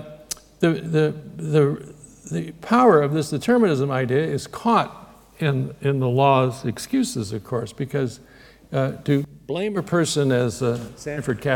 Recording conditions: large echoing room